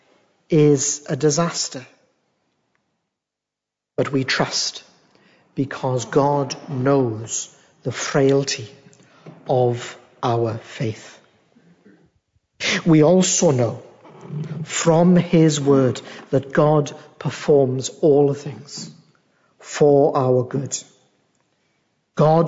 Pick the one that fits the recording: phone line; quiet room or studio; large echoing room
large echoing room